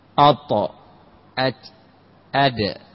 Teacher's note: جهة الحنك الأعلى، مخرج الطاء والدال والتاء، هذه الثلاثة تتميز بالصفات، طاء مستعلية وليس فيها همس بخلاف التاء، الط أت أد، فكلها من طرف اللسان مع أصول الثنايا